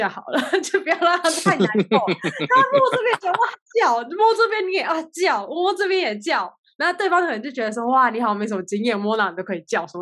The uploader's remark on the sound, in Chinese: 本集節目使用 Zoom 遠距錄音，固有音質不佳、斷訊之情況敬請見諒。